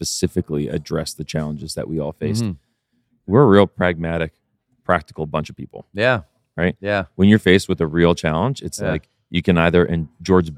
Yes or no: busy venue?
yes